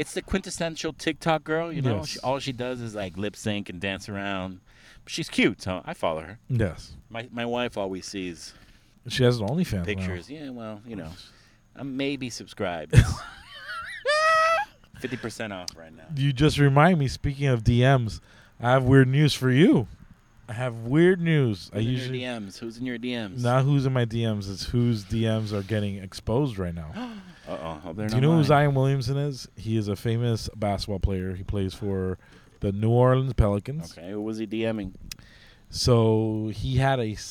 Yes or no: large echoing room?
no